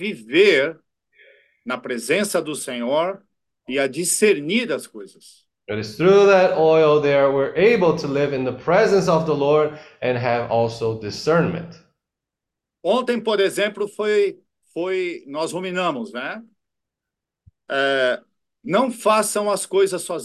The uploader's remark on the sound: zoom meeting